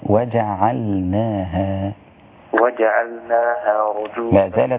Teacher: رقق العين، العين رقيقة جدا